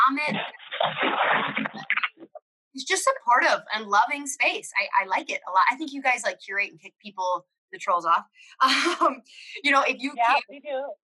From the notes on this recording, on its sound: We are aware of the audio issues in this episode